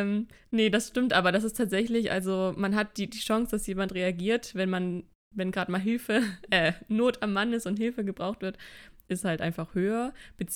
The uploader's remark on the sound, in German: Inklusive Tonprobleme.